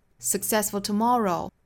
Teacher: If you wanna be successful,注意重读 successful.不要读成 successful，在 k 的后面不要拖出元音，非常快的过渡到后面的辅音上了